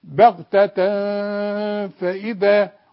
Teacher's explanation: بغتة تنوين وبعده فاء، لازم في غنة عند الوقف تقولي بغتة، وعند الوصل بغتة فإذا.